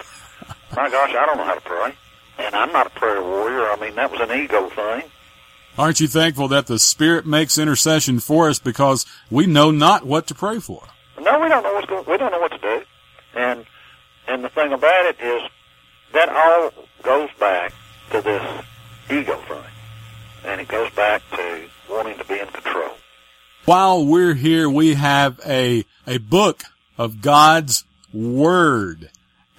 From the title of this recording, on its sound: LIVE CALL